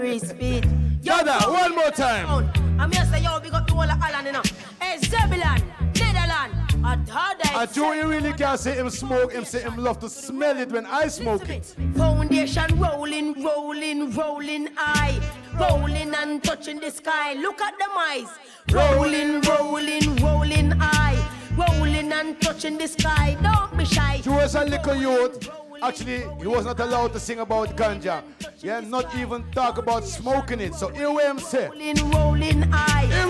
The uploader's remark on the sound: This is the Audio of the Dance.